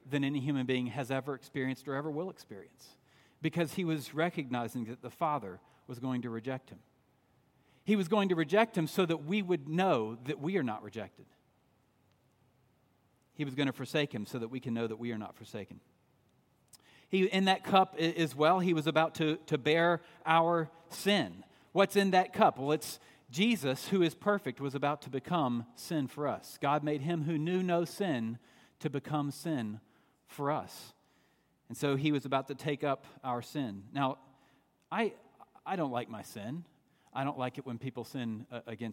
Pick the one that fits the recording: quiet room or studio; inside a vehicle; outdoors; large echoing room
large echoing room